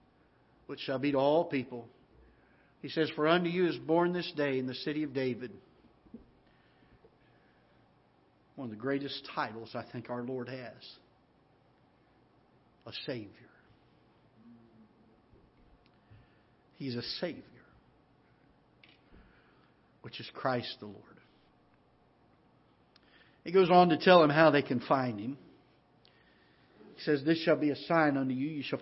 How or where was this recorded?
large echoing room